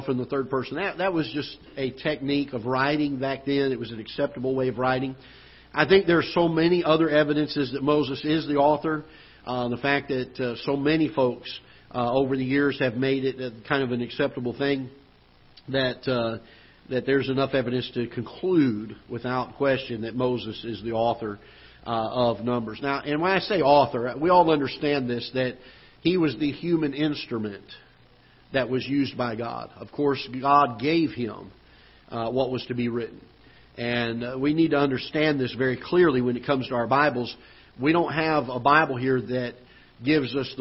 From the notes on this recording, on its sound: Ketha Heights Baptist Church ~ Live Broadcast.